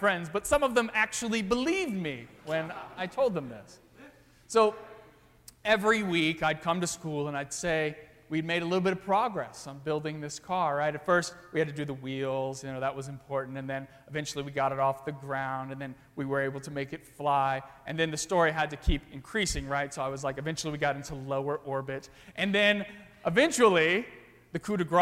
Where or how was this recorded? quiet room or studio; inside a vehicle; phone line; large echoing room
large echoing room